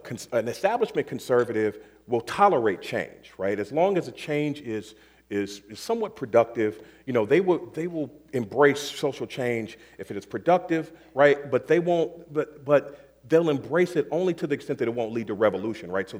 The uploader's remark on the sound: on February 12 at Seattle University’s Pigott Auditorium, as part of Town Hall Seattle’s Civics series